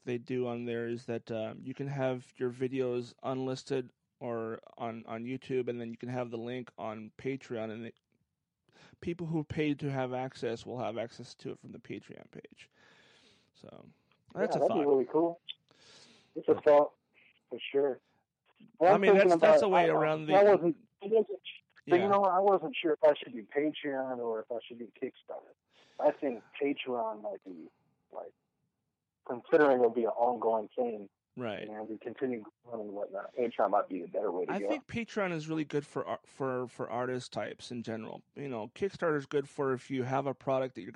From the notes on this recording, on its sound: On the phone